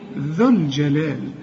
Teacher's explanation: بشبك الذال مع اللام